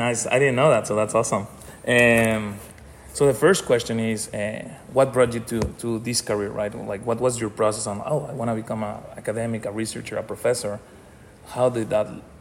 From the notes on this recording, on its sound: Recorded live at the 2023 Academy of Management Annual Meeting.